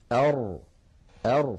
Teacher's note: الراء كما نعلم يا إخوتي حرف يخرج من طرف اللسان مع ما يحاذيه من سقف الحلق من غار الحنك الأعلى، ويتقعر اللسان عند النطق به هكذا أر فيتقعر اللسان عند النطق بالراء. · Term: حرف الراء